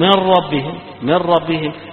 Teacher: إن في من يغن على هذه الكلمة، يبقى الأصل من ربهم، من ربهم إدغام كامل هنا بغير غنى